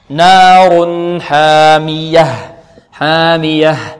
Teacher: التنوين نون ساكنة ننطق بهذه النون بغنة ناقصة